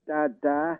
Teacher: with a kind of beseeching, level tone. So what we've got here is da-da, a question.